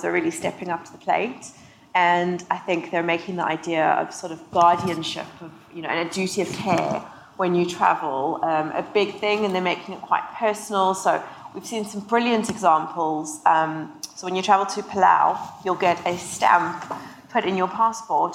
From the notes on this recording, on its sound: Decoded Future Panel. In a panel from Stylus’ Decoded Future event in London.